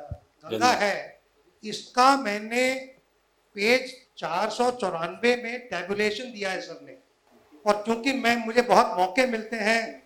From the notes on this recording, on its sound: The Q & A session after the lecture